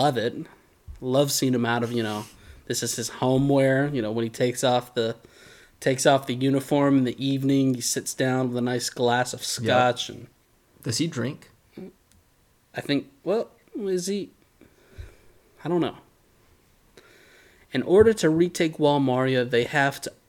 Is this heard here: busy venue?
no